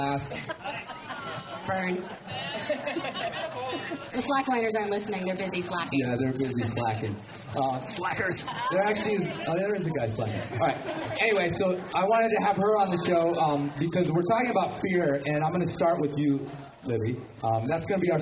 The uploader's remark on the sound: Fear, not loathing, in Las Vegas (Live). I get a decent recording from the live event at Mountain Gear‘s Red Rock Rendezvous. This premier climbing festival brings in hundreds for clinics, climbing, music, beer, and…well, lots of beer.